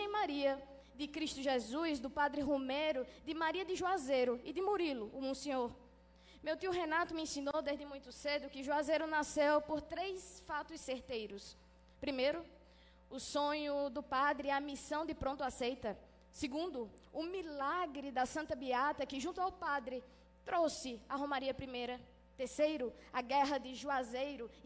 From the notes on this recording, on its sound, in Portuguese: Essa gravação foi realizada pela Prefeitura de Juazeiro do Norte, por ocasião do dia de comemoração dos 50 anos do monumento em homenagem ao Padre Cícero, no Horto.